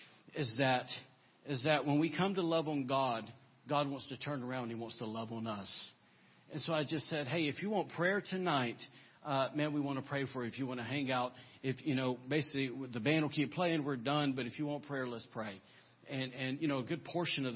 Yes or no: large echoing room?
yes